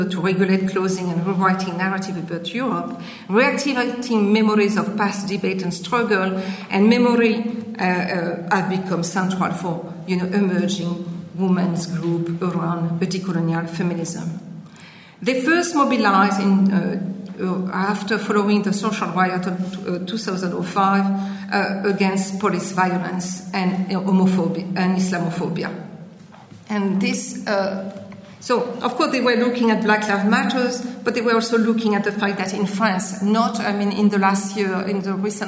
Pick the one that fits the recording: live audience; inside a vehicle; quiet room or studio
live audience